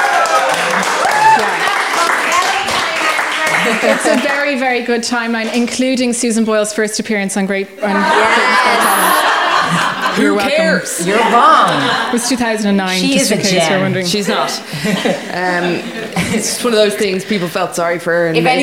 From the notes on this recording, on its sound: It’s our first ever live show and we had a blast.